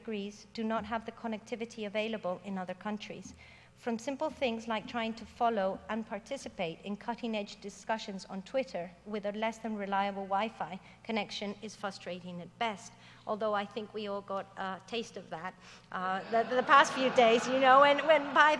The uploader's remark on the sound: Digital Humanities 2013 Closing Keynote